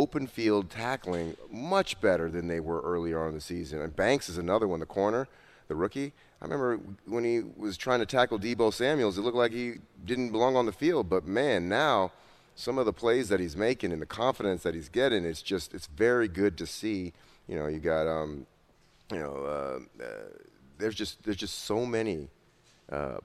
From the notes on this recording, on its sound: live from The Meadowlands Racetrack